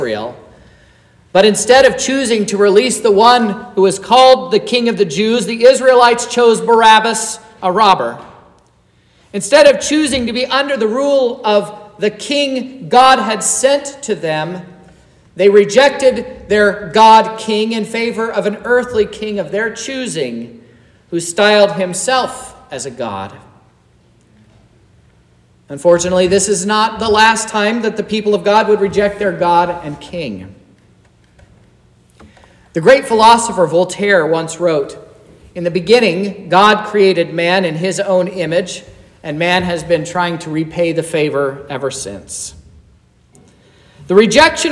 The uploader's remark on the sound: This is the sermon preached at Trinity Lutheran Church in Vallonia,